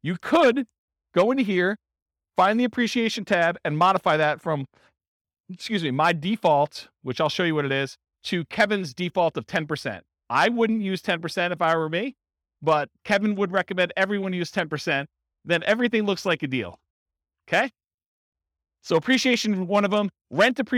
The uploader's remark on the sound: This was a live class recorded